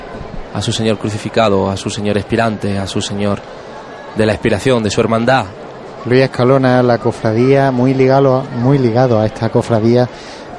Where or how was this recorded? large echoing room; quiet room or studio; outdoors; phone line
outdoors